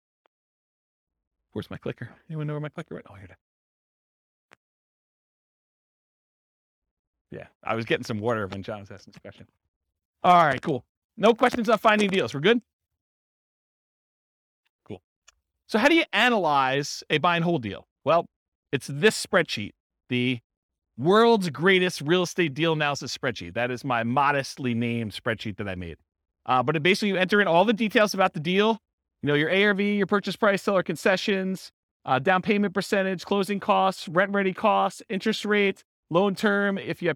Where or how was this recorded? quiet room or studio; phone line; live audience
live audience